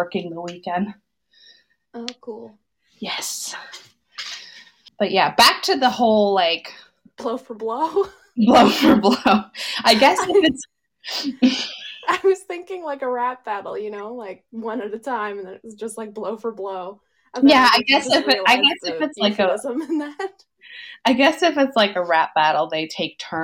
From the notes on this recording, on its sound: We’re aware that the audio is a bit off as we were figuring things out.